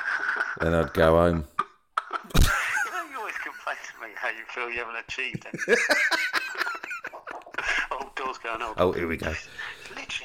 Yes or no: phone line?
yes